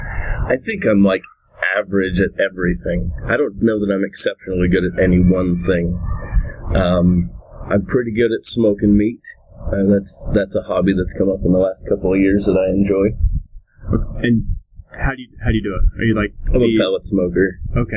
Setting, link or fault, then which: setting, outdoors